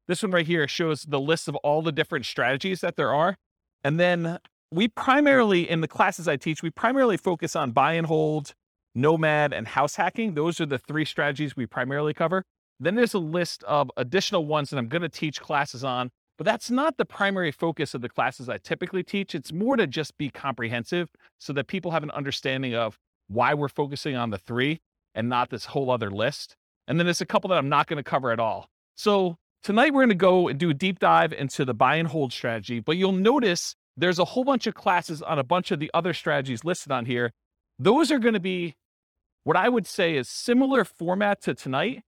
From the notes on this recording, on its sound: This was a live class recorded